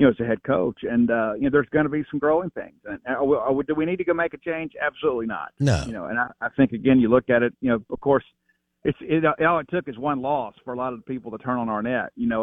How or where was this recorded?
phone line